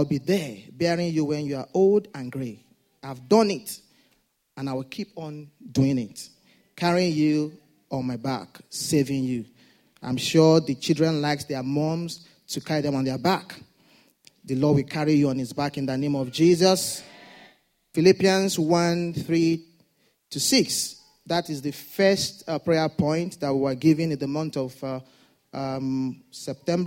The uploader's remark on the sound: Sunday Service message. A deacon at Fountain of Love, RCCG Aberdeen, UK.